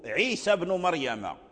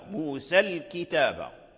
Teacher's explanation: لأجل الساكن، أي سكن الحرف الأول لأجل سكون الثاني فالتقى الساكنان، فعند لقاء الساكنين هنا الإمالة تمنع